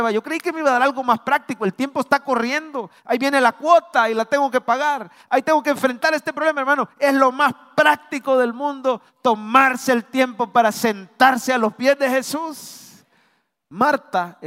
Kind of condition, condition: setting, large echoing room